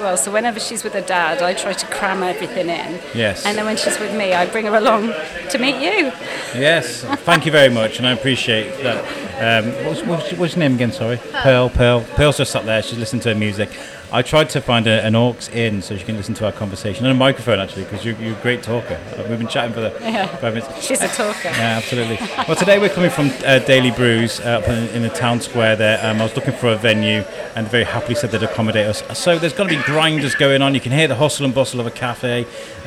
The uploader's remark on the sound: Thank you Daily Brews for letting us use your perfect coffee shop to record in. We will mic you up next time.